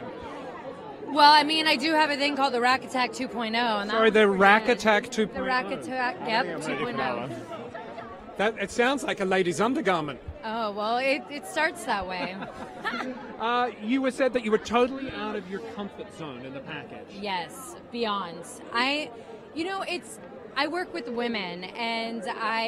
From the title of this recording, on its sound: On the Red Carpet at Dancing With The Stars